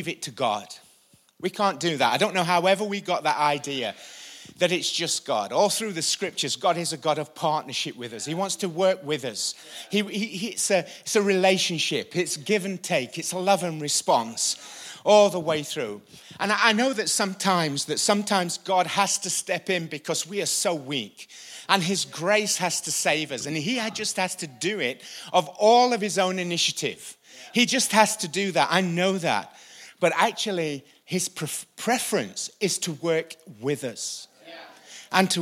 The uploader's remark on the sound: Recorded live at the Chesterfield Campus this is the message from the evening service on the 1st December 19.